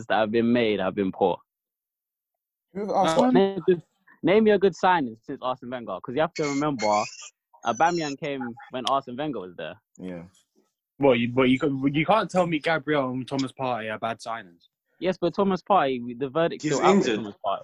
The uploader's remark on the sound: Today I got together with some of my friends. AUDIO WAS RECORDED OVER ZOOM, PLEASE EXCUSE ANY AUDIO HITCHES.